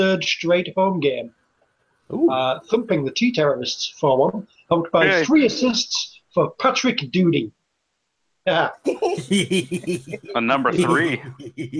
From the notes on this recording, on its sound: The gang is all here but separately as they record from their personal abodes.